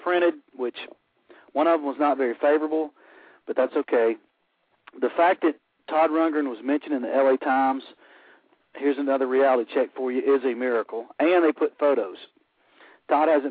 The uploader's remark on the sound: your phone calls